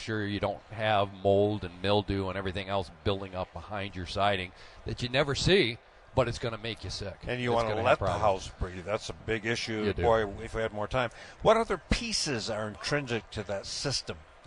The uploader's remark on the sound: Live From the Novi Home Show